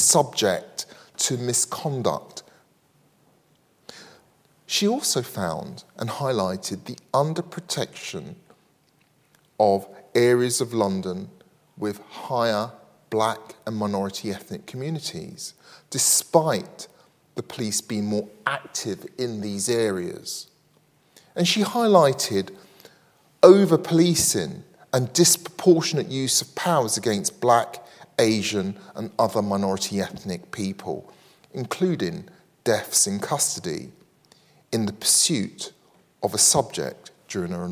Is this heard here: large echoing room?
yes